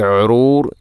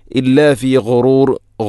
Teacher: ഇല്ലാ ഫി ഗുറൂർ ഗൈന്, ഗൈ തൊണ്ടയുടെ ഏറ്റവും മുകൾ ഭാഗം · Shown in: second take